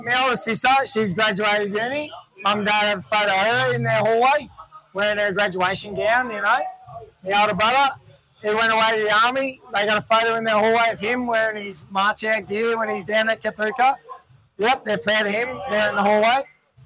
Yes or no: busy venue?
yes